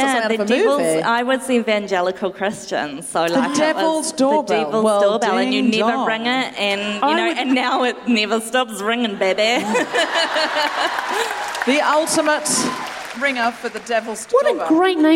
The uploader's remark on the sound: Recorded 20 February 2020 at the TSB Arena in Wellington.